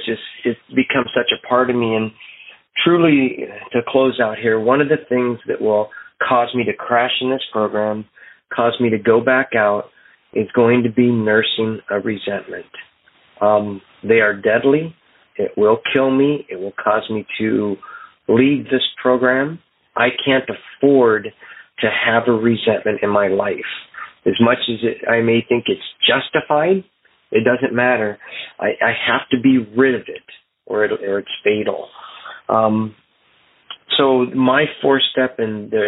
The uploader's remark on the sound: Phone Meeting Workshop